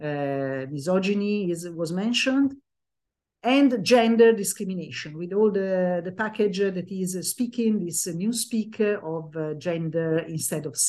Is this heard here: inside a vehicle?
no